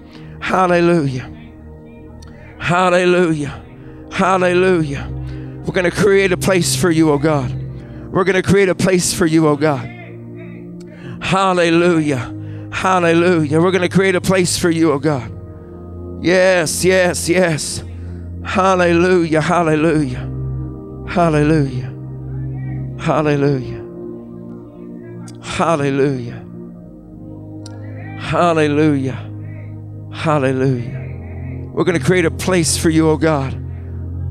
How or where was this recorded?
large echoing room